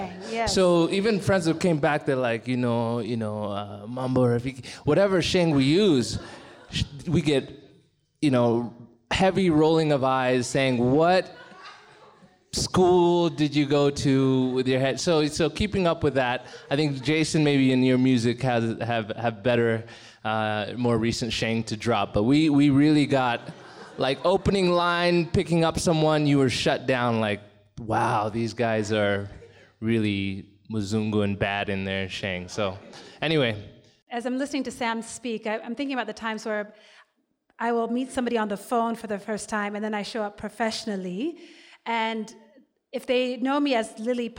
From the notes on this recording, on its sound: Up/Root is grateful to Trademark Hotel in Village Market that sponsored this live recording on December 11, 2019